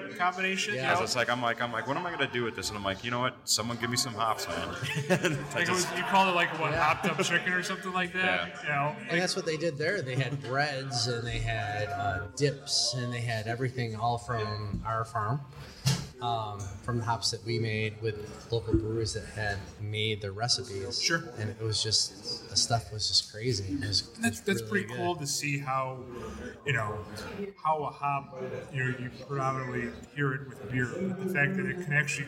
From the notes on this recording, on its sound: We head out to West Shore Brewing